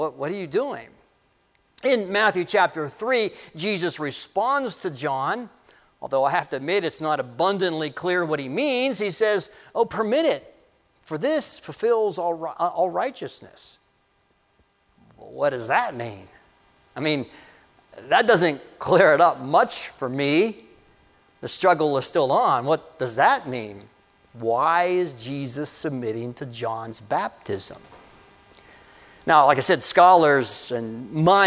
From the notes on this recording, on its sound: This message was delivered on January 07, 2024 at Amity UCC Church in Meyersdale, PA.